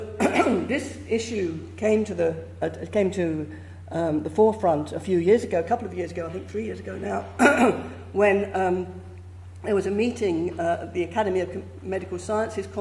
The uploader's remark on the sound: Gives a talk for the Oxford Reproducibility School, held on Wednesday, September 27, 2017, in the Sherrington Lecture Theatre, University of Oxford.